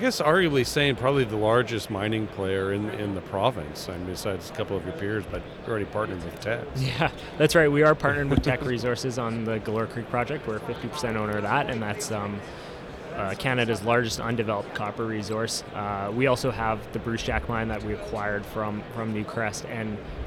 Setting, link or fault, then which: setting, busy venue